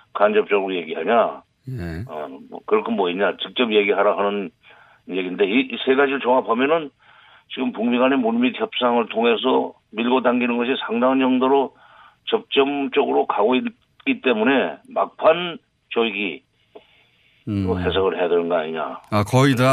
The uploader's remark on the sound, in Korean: 전화연결